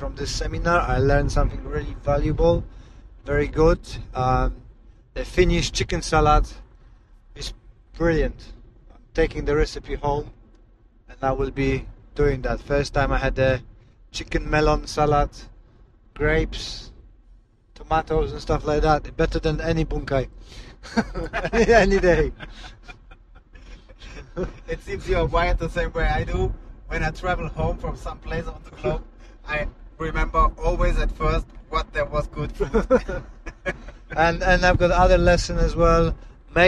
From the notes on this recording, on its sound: Finland Car Chat. Apologies for background noise, we had conversations during our long drive from Vaasa to Helsinki after amazing time in Finland.